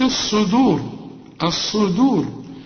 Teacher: الصاد دي انا مفخمة، لكن الدال في عموم القرآن مرققة